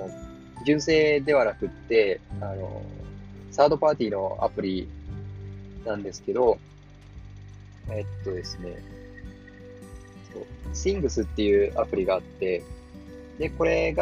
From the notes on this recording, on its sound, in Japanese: 今回、外でAir podsを使って録音した為、外部音楽入っています。その分普段より声を張って喋りました。